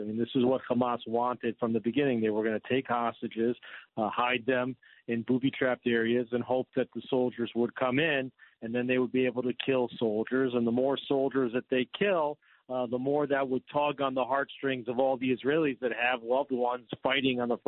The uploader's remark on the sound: calls in to give listeners an update live from the ground in Israel